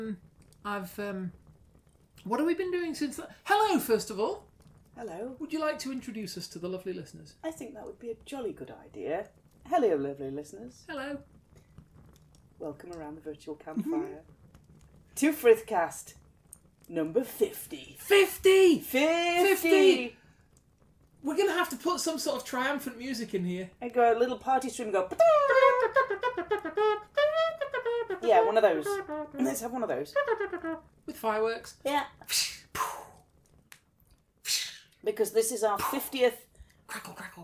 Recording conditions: sounds in the background